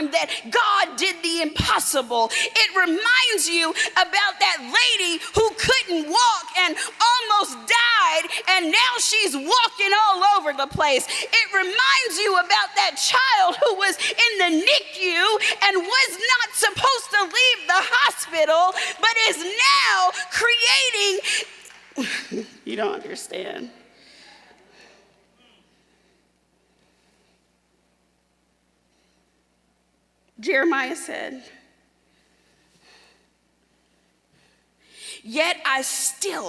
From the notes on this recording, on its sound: Delivered a powerful message at the Service of Holy Communion at the Florida Annual Conference in June 2023.